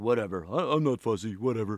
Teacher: his voice as Patrick is just all pushed down right into his big barrel chest. And then SpongeBob is way up here.